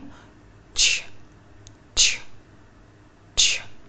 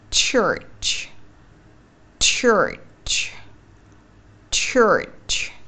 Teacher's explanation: phần đầu lưỡi và phần phía đầu của thân lưỡi sẽ chạm vào trên hàm răng. Môi chúng ta sẽ chu hờ về phía trước. · Term: âm ch